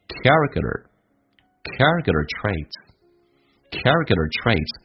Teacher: t 发成 d，而且有个卷舌音叫 der